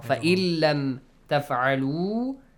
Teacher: without غنة without غنة yes just merge them · Term: إدغام